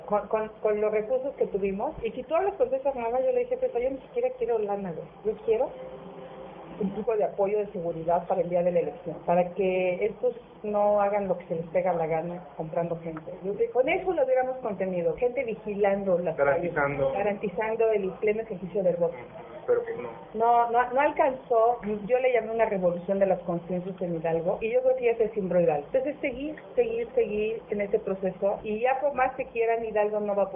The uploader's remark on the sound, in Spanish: Grabado en 2010 (Low-fi). Grabado en Low-Fi.